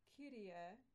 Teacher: No diphthongs, so E is pure.